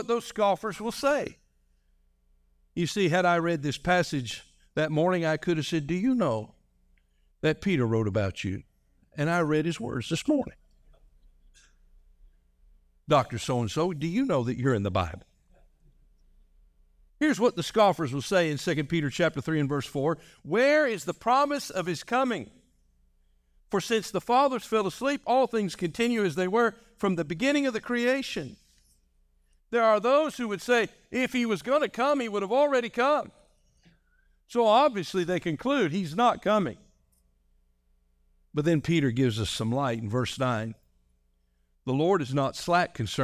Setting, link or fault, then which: setting, large echoing room